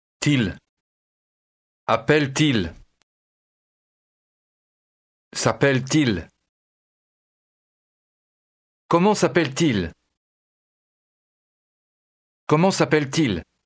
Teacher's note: Note the extra T sound between s'appelle and il in s'appelle-t-il.